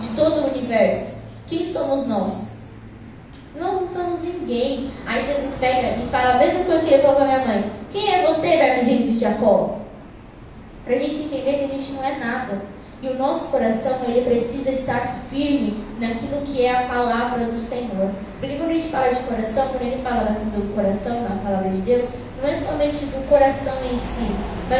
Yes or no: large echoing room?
yes